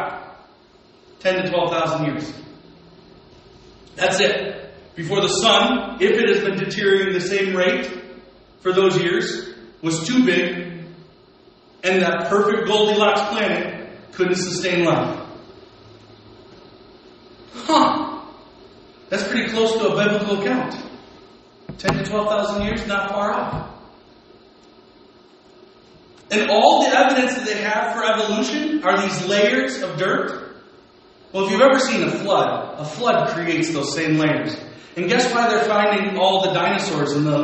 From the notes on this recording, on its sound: Today's recording was not planned so please forgive the audio!